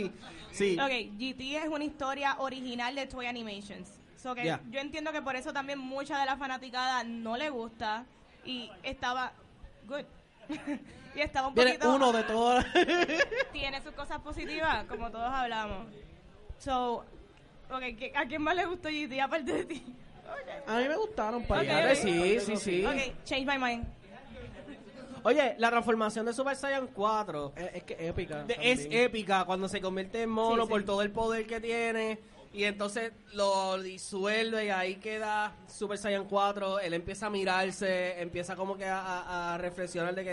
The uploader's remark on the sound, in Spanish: Grabación EN VIVO del panel. Que se llevo a cabo en la tienda Microsoft Store de Plaza las Americas.